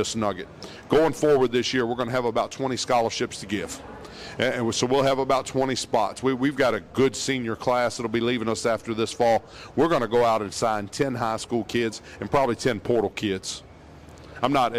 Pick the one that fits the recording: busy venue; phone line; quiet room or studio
busy venue